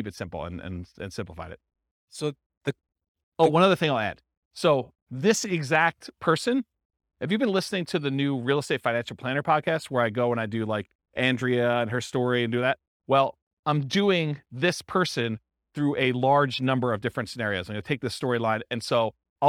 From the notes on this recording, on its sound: This was a live class recorded